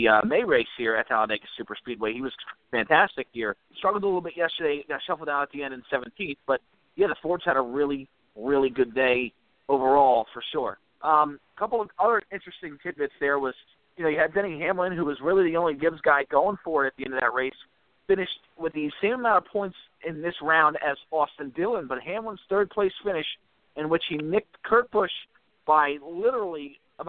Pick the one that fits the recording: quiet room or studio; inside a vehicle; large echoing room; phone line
phone line